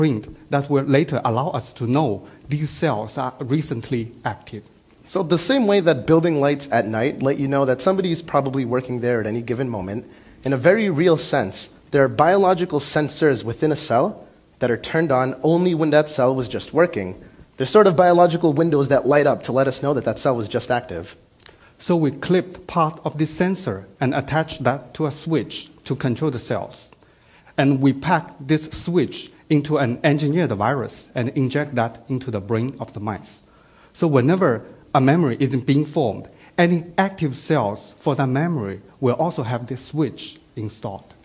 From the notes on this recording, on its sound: Filmed at TEDxBoston.